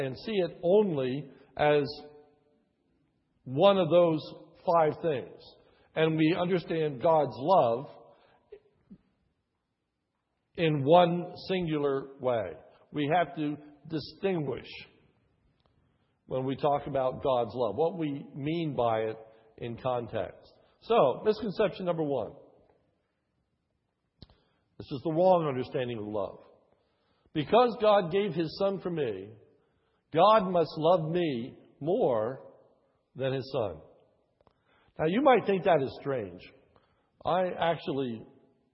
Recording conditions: large echoing room